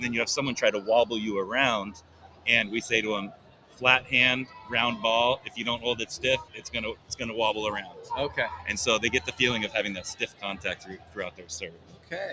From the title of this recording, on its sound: Live From the AVCA Convention in Tampa, Florida